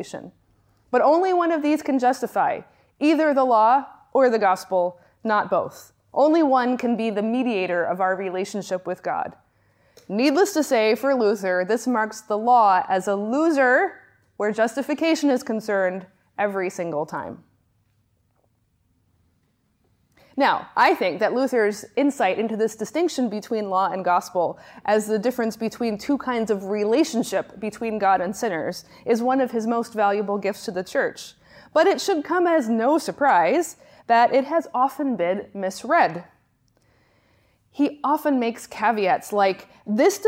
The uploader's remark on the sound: Lectures on the distinction between law and gospel that I gave at the Johannelund School of Theology. Lectures on the distinction between law and gospel that I gave at the Johannelund School of Theology in Uppsala, Sweden.